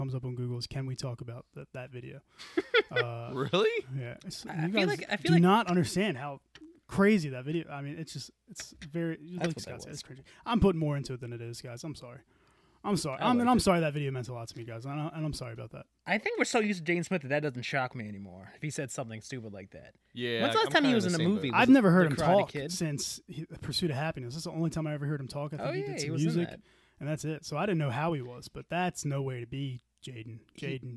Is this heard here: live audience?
no